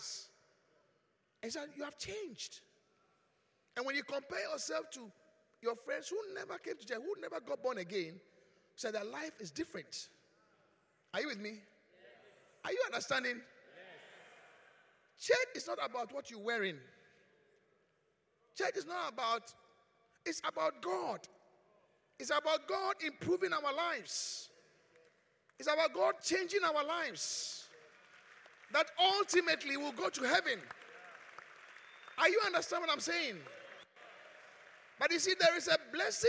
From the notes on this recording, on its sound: Encounter Service. Preached at the Qodesh.